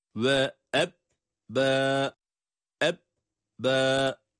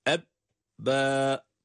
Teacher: Ba harfini şeddeli okurken, evet, ba harfinde şedde olduğu zaman ba'ya bir gunne sesi verecek şekilde değil, ba'yı ilk olarak hiç ses çıkmayacak bir şekilde okuyoruz.